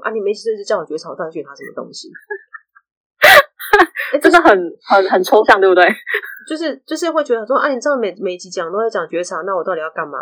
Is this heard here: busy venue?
no